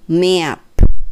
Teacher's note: M で始まって P で終わるので、どっちも同じ形ですよね、唇が。最初と最後一緒になります。